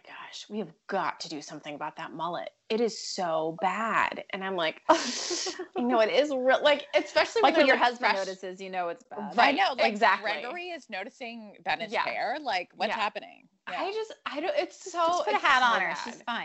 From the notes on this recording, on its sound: Have a coffee date…via Skype. AnchorMOMS: The Podcast is a product of WLOS News 13 of Asheville, N.C.